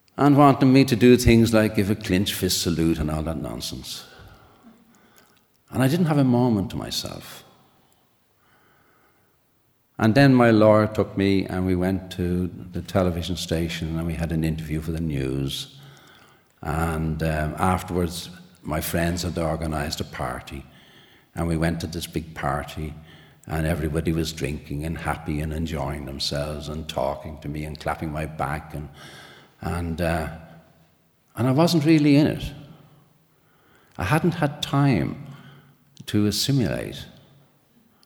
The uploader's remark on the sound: A special live edition of The Moth from Dublin, Ireland.